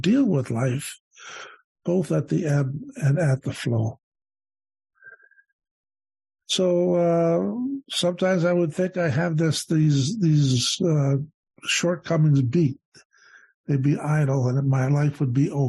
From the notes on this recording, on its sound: The Broken Elevator zoom meeting held at the end of February 2023